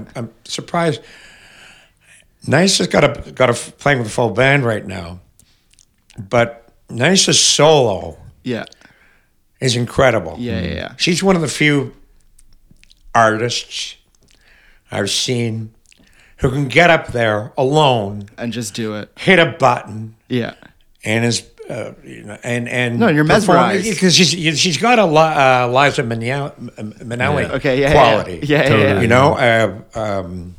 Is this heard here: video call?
no